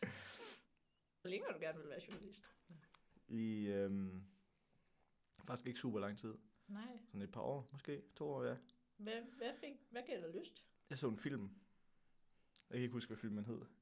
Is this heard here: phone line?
no